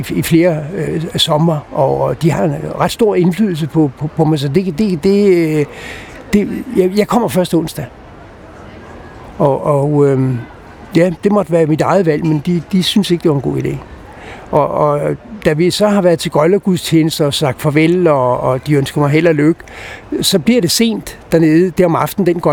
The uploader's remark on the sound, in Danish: Optaget på Nimb Bar, Tivoli, København.